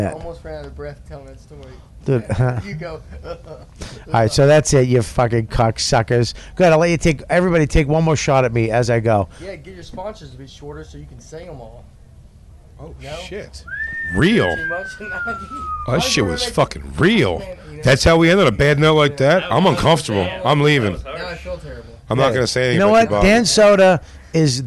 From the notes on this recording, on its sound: recorded backstage at the South By Southwest festival in Austin, Texas